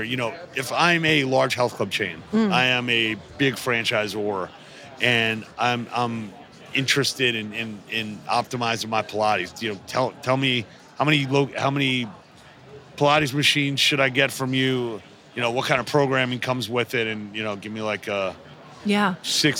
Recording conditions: busy venue